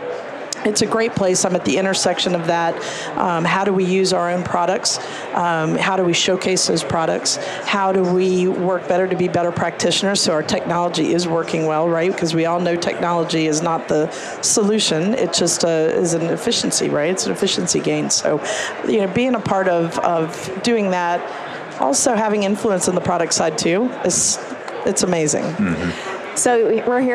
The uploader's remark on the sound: LIVE from Las Vegas, at #HRTechConf